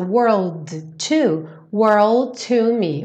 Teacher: ou seja, o D já vira o T do to